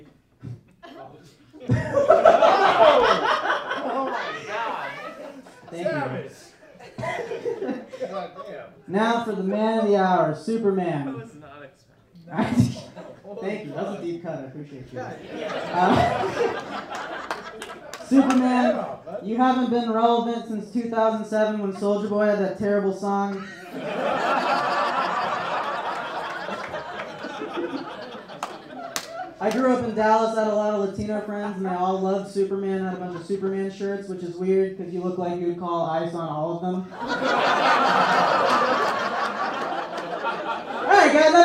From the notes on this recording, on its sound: a live Nerd Roast show they recorded in summer of 2021